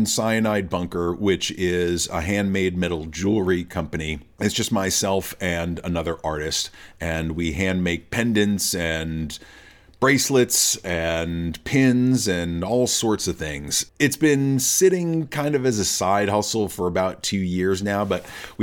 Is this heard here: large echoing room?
no